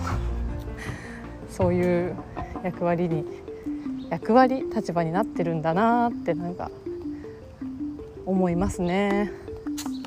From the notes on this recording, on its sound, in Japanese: 川沿いを歩きながら。今日は、散歩をしながらの収録回。